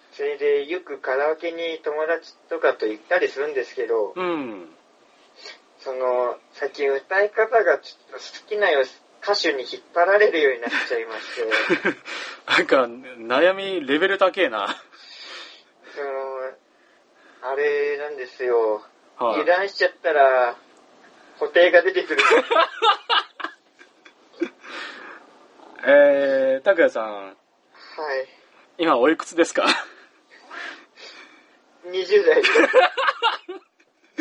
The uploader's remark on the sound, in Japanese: 電話ならでわの音質を利用しようという目論見です